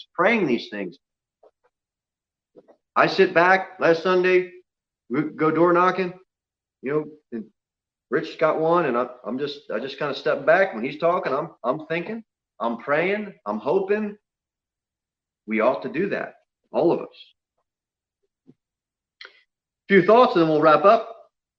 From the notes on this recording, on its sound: Sermon delivered at Pilgrim Baptist Church on Thursday, November 5, 2020, at 6:00 pm.